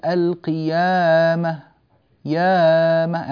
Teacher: أنت زدت في المد الطبيعي عن حركتين